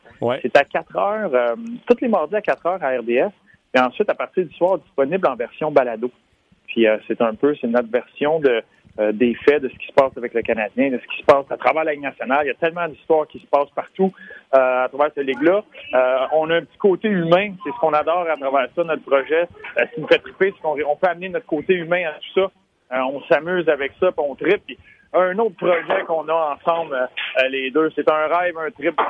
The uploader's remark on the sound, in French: au bout du fil